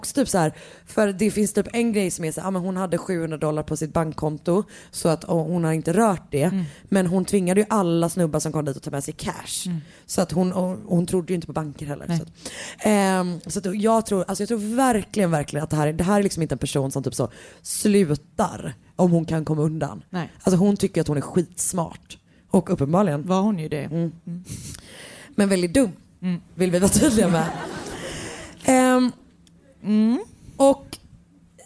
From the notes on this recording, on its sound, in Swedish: recorded från livepodden i Malmö